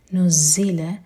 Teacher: زا سٹرانگ اور buzzing sound کے ساتھ